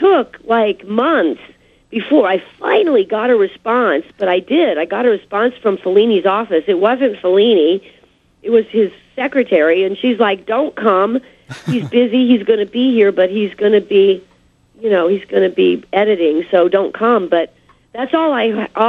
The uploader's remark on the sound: called